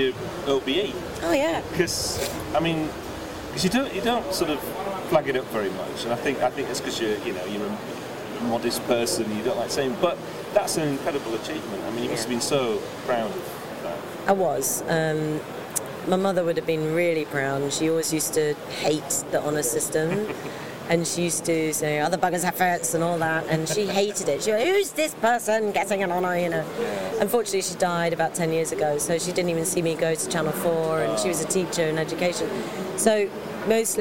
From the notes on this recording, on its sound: at Gamescom 2018 in Cologne, Germany